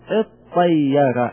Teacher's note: تطير التاء ندغمها في الطاء ونقلبها إلى الطاء، فصارت عندنا طاء مشددة ما يمكن الابتداء بها، فنأتي بهمزة وصل فنقول اطير.